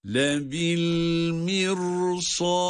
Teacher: el mirsad kelimesindeki ra kalın okunmalı. Ben de her okuyuşumda kalın okudum.